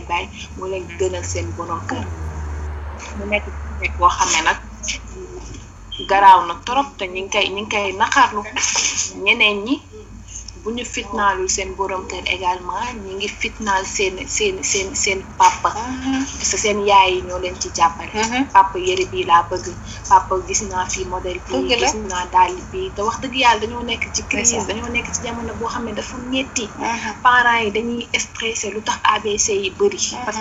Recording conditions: background noise